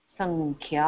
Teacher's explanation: साक्षात ख के साथ जो अनुनासिक उससे पहले जुड़ा है वो क वर्ग का ही हो